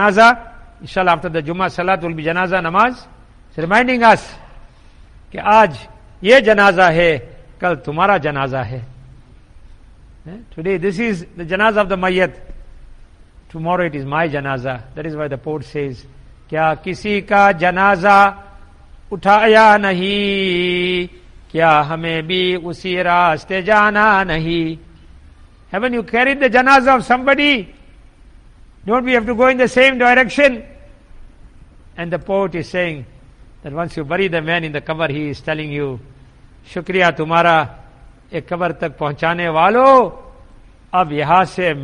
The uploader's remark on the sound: Jumuah lecture at Masjid e Quwwatul Islam